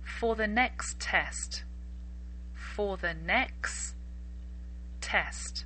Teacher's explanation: So I'm actually saying next with no T and then test.